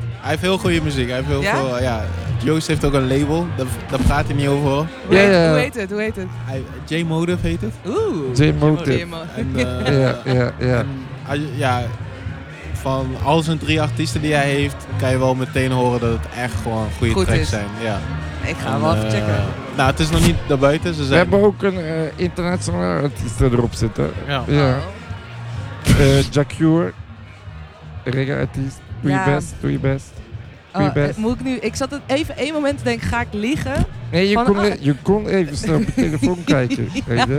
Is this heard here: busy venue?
yes